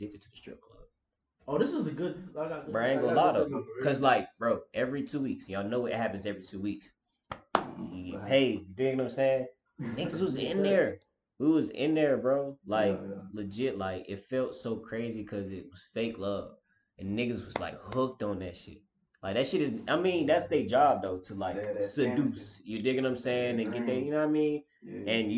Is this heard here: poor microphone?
yes